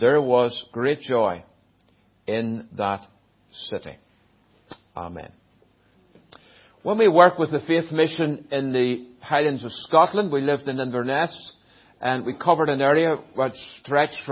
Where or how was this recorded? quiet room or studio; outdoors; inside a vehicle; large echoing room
large echoing room